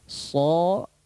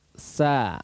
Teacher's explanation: Kalau so, dia akan meninggi pangkal lidahnya, apalagi ada sifat itbaq · Shown in: first take · ya. Kalau itbaq itu kalau isti'la itu urusannya adalah di pangkal lidah, lidah bagian belakang.